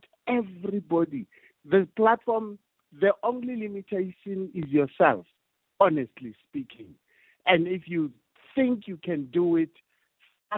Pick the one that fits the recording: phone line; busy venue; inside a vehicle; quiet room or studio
phone line